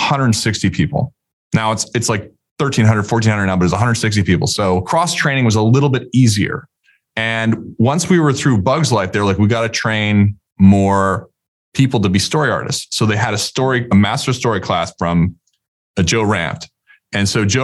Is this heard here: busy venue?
no